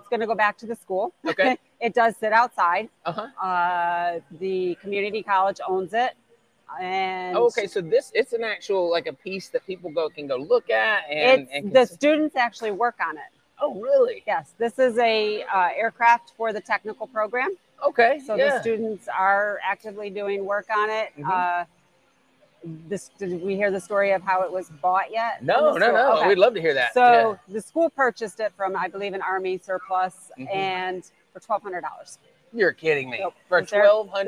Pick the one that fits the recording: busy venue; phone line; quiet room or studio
busy venue